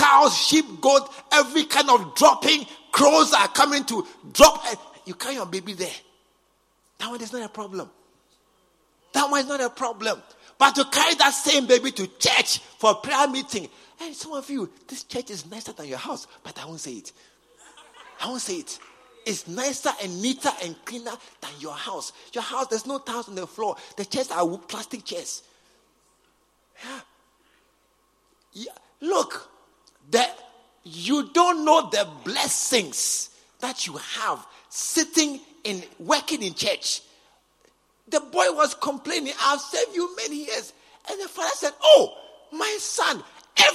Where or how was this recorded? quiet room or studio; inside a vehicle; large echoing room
large echoing room